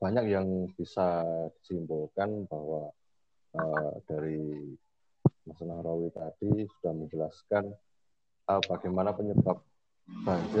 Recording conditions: video call